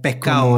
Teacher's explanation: Lo típico que tienen muchos acentos de las costas y de las islas, que es como la S soplada